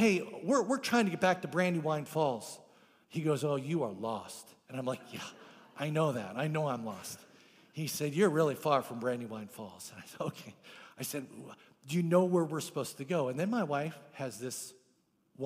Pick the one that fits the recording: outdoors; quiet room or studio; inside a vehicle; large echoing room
large echoing room